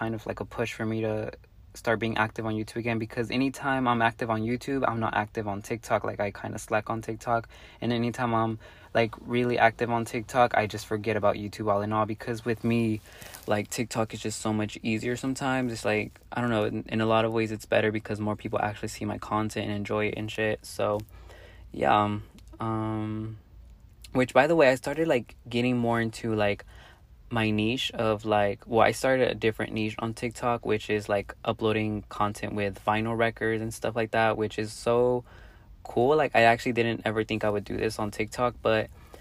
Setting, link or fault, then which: setting, inside a vehicle